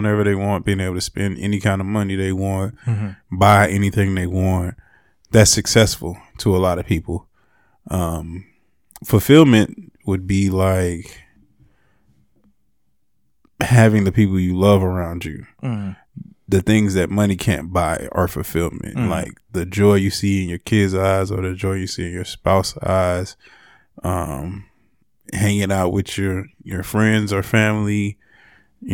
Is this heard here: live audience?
no